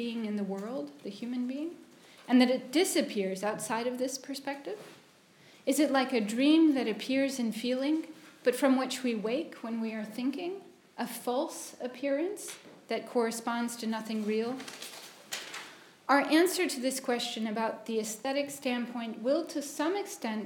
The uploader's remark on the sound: at Senate House in London (29/01/2020, 16-18:00) for the London Aesthetics Forum